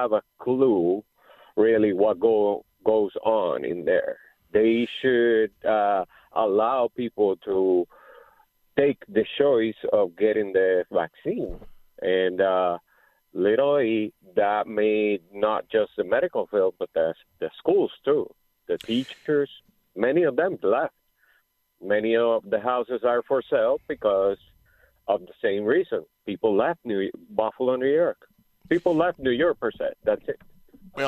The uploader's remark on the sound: takes your phone calls